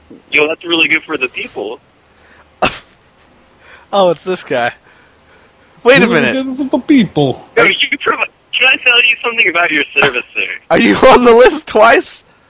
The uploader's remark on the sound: Personal Prank Phone Calls Collection